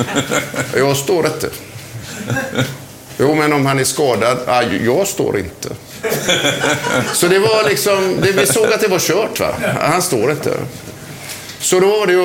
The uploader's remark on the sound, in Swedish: Inspelningen ägde rum inför publik på resturangbåten Nordens Ljus som ligger förtöjd i Karlbergskanalen i Stockholm.